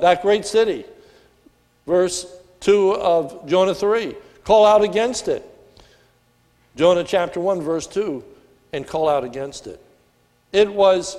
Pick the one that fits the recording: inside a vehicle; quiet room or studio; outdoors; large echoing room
large echoing room